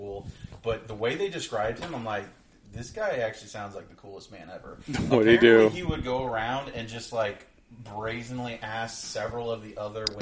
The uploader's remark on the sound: My mic didn't work, and there were too many people in the room.